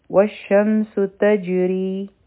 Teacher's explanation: نه ویلې کیږي او په سین کې د سیټي آواز دی په تجري کې په جیم باندې قلقله را به نری وایو